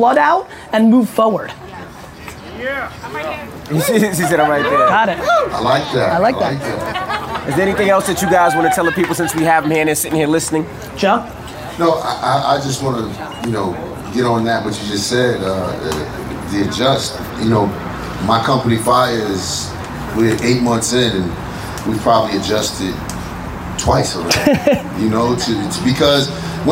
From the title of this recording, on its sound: SXSW 2017 Panel